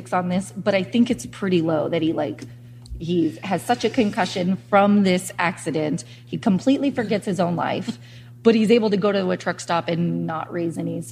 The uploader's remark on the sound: This episode was recorded LIVE at the True Crime Podcast festival in KCMO. I'm sipping whiskey during the recording, apologies for the ice noises!